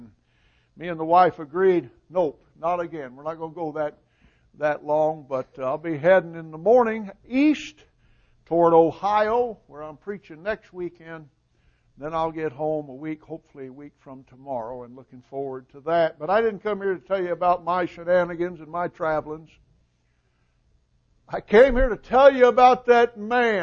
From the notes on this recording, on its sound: Recording of the sermon